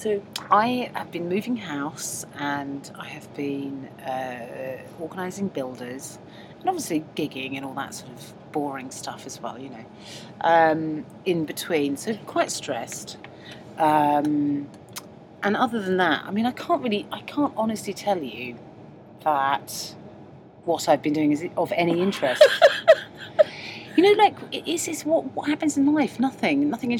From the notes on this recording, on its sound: on a Virgin train from Birmingham to Euston